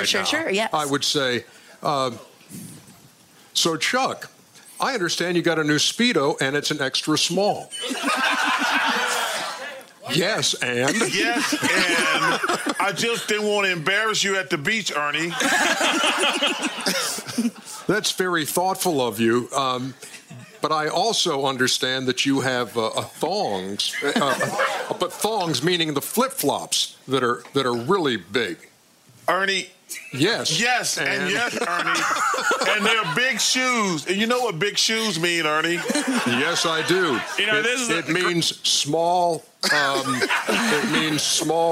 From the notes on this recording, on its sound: LIVE from NBA All-Star Weekend in Chicago. LIVE from Chicago's House of Blues, The Steam Room takes the show on the road for NBA All-Star Weekend!